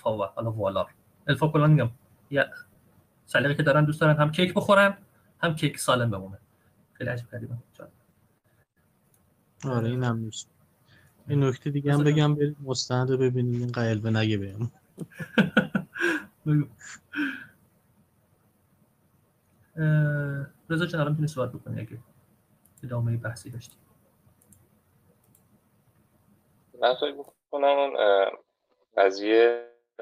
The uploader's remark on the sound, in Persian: این فایل محتوی جلسه آنلاین صوتی ضبط شده همراهان وبگاه آردا